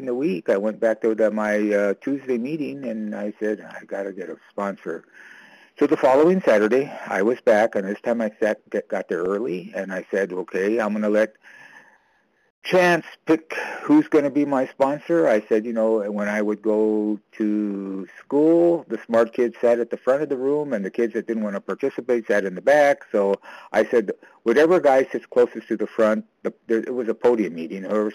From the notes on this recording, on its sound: 100 Pounders Phone Meeting